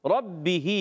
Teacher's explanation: اور پیش آ جائے تو را کو پر پڑھتے ہیں ربہی با مشدد ہے ذرا رک کر ادا کریں گے با ادا ہوتا ہے دونوں ہونٹوں کے تر حصے سے دونوں